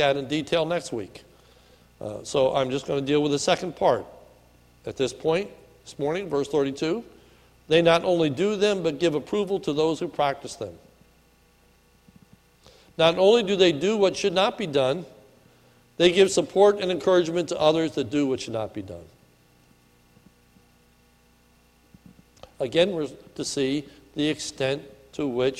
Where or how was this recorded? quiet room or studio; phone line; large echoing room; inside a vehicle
large echoing room